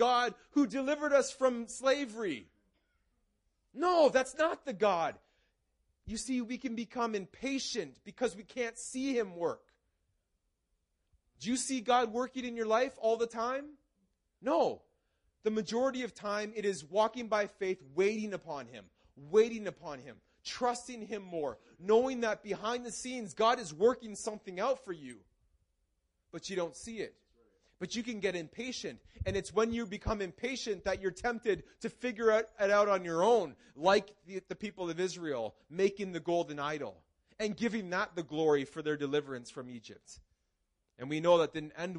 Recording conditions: large echoing room